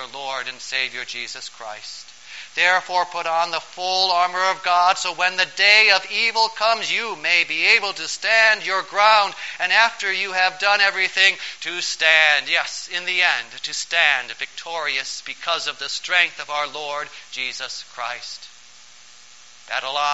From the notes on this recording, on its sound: Preached on September 9, 2012, for the Fifteenth Sunday after Pentecost